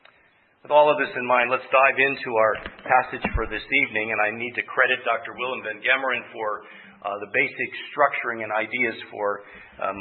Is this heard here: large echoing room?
yes